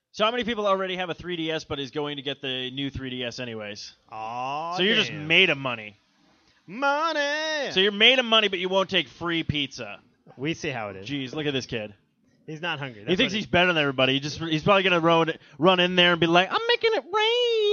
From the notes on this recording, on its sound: This week’s show is the recording of the Bro’s LIVE Remote event at Gamestop for the release party of the latest next-gen console from Microsoft… the Xbox One!